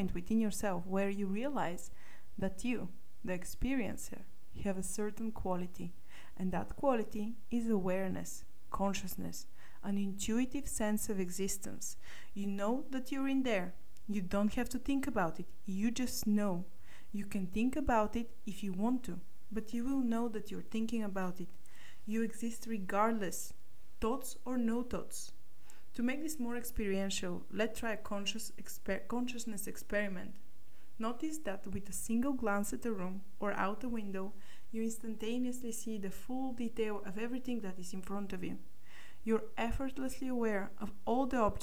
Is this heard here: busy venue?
no